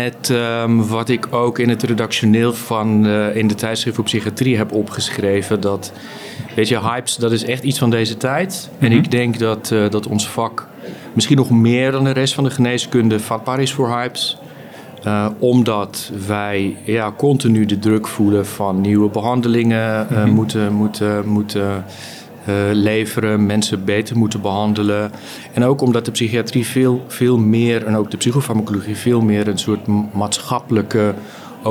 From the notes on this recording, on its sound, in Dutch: Live vanaf het Nationaal Congres Farmacotherapie in de Psychiatrie. Live vanaf het Nationaal Congres Farmacotherapie in de Psychiatrie.